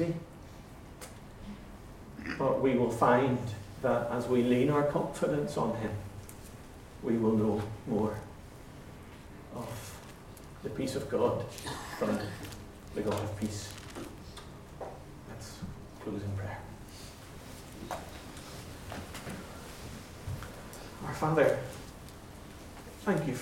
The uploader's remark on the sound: Recordings of talks and interviews from the Convention 'My Peace' Project 242 event